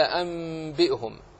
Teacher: القلب أو الإقلاب عند الباء، كقول الله تعالى: أنبئهم، نون ساكنة تقلبها إلى ميم